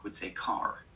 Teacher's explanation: actually got quite a pronounced R sound